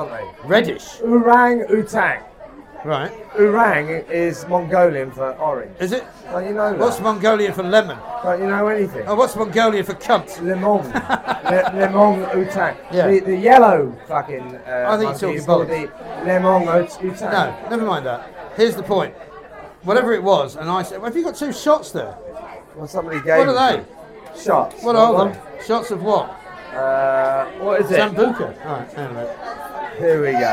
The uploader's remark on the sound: LIVE FROM THE HORSESHOE PUB